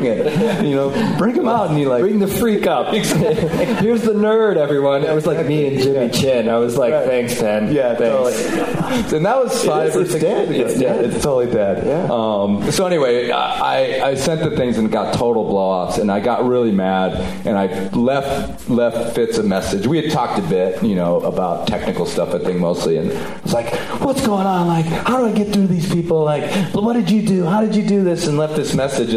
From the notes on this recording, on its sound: Live at 5Point. We tape a live one in front of an audience at for the 5Point Film Festival.